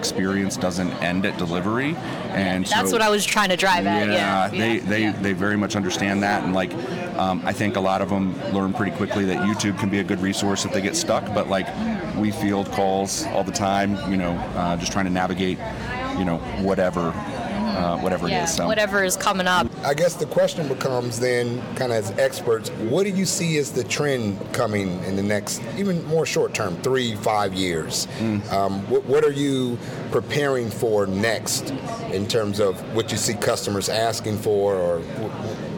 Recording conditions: busy venue